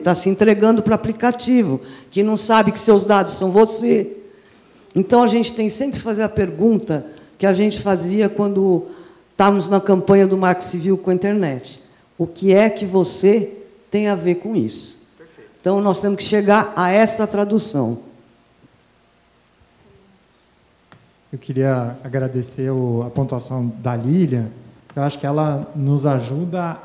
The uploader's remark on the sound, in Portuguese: Esse episódio especial do Tecnopolítica foi gravado ao vivo. No Tucarena. Fez parte do Diálogos Fundasp.